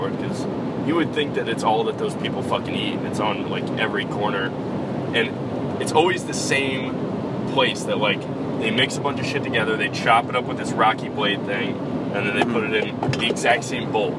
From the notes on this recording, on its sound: This episode was recorded from the road on the way to our annual offsite in Tahoe. FAIR AMOUNT OF ROAD NOISE AND GPS DISCUSSION.